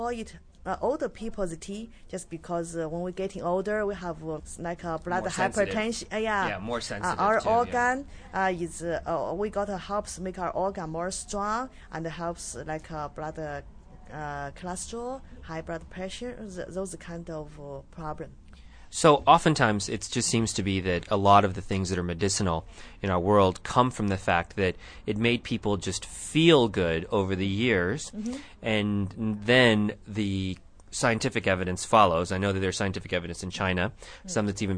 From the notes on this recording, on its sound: live from Seven Cups tea house here in Tucson, Arizona